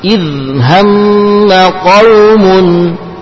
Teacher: Sekali lagi hati-hati dzalnya jangan sampai terpantul.